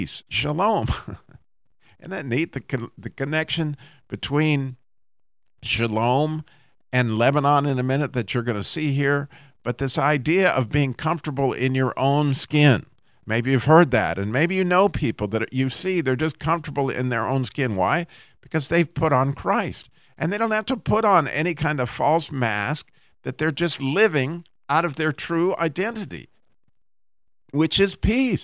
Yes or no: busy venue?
no